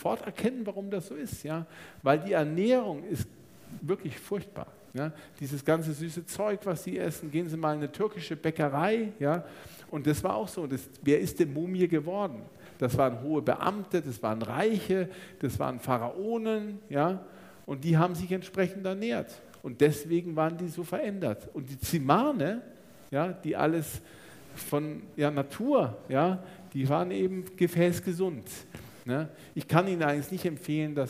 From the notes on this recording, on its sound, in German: Theresien-Krankenhaus Nürnberg. Live-Aufzeichnung. Dazu hatten auch die Zuhörer*innen zahlreiche Fragen.